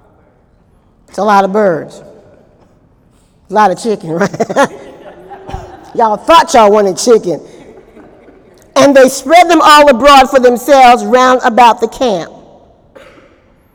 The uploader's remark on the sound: During Wednesday night service on April 26, 2018